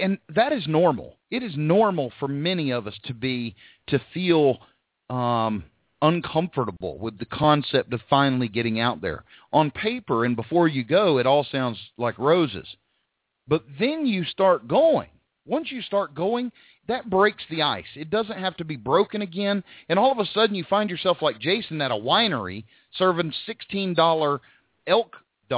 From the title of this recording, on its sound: Live Call In Show